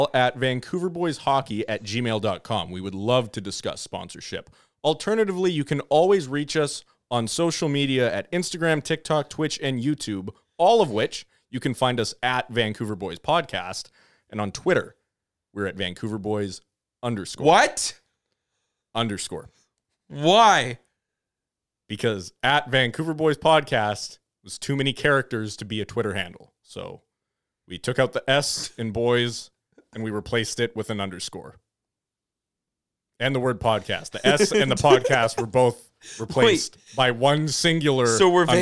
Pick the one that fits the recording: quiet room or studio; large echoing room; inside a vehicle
quiet room or studio